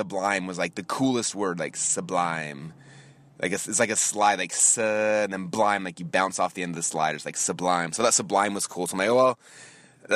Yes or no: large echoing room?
no